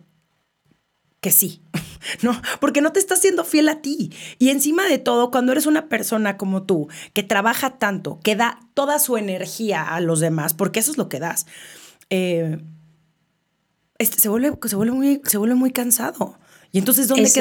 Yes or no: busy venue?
no